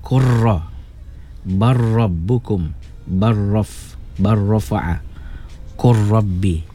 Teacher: Baik, hukum bacaannya izhar mengikut bacaan riwayat Habs, kecuali pada huruf lam dan ro, wajib diidghamkan secara idgham kamil tanpa dengung. Ya, idgham ini dinamakan idgham mutaqaribain saghir, ya, artinya memasukkan dua yang berhampiran kecil.